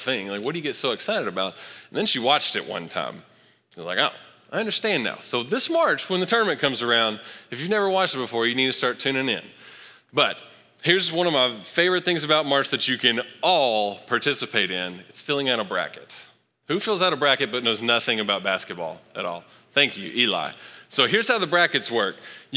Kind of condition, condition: setting, large echoing room